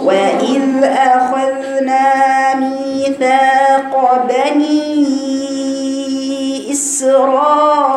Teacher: حرف الذال مع الثنايا العليا فقط ملهاش دعوه بالسفلى ما تقفليش بالاثنين عشان الصوت يترخى